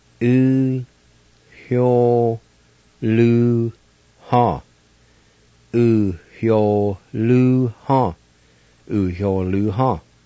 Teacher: And in this word, there's an H sound between the U and the Y